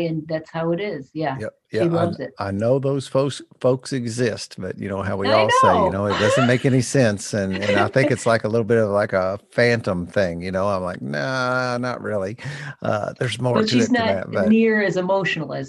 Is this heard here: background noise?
no